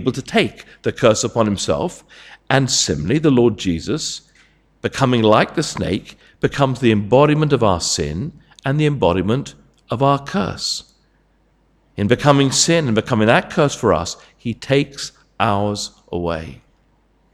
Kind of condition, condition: setting, large echoing room